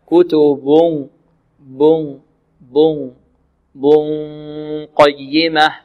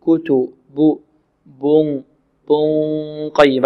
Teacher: من مخرج الباء إلى مخرج القاف مع غنة تجري من الخيشوم، وقلنا الجزء الخارج من الخيشوم أكثر من الجزء الخارج من الفم. · Term: الإخفاء